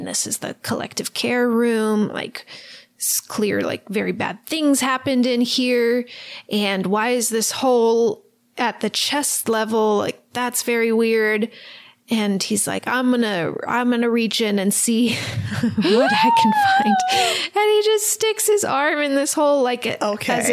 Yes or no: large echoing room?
no